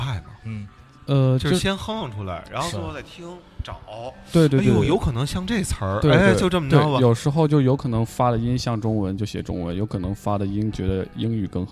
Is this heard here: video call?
no